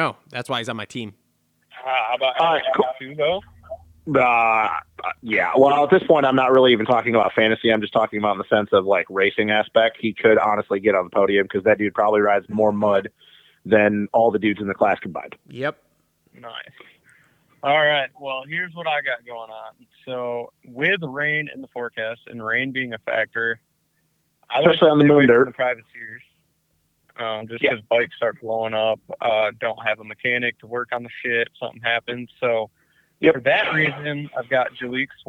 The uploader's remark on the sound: get on the phone